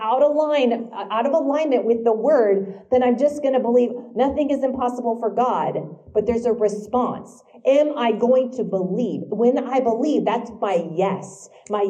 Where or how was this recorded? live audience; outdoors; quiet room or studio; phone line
live audience